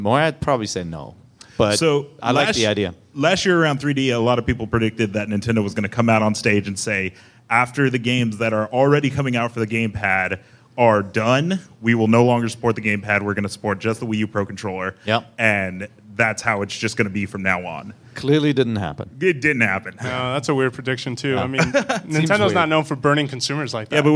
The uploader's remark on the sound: IGN opened it's door to the community on February 26, 2015 and hosted a live show for your favorite Nintendo podcast.